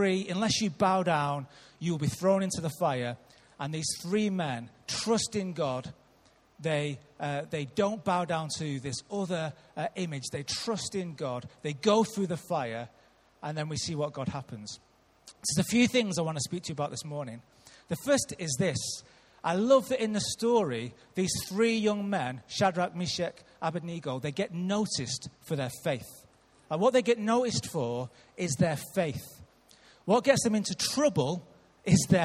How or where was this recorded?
large echoing room